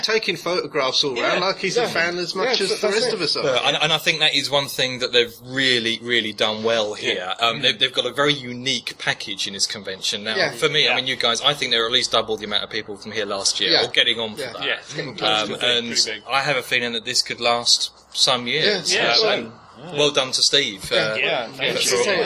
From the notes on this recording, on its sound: This episode was recorded at the Whooverville 2 Convention at the Midland Railway Centre in Ripley, Derbyshire. This episode was recorded at the Whooverville 2 Convention at the Midland Railway Centre in Ripley, Derbyshire.